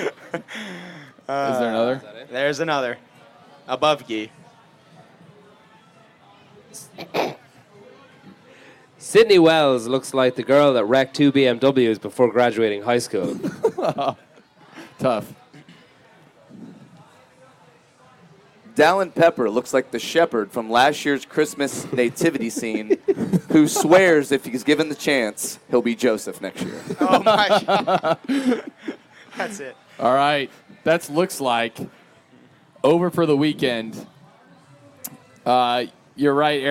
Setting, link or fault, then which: setting, busy venue